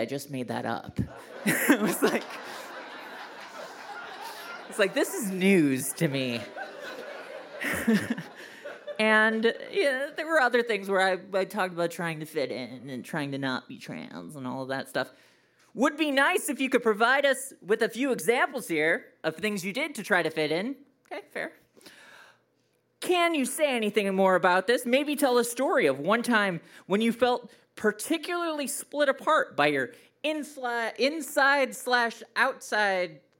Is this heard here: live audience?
yes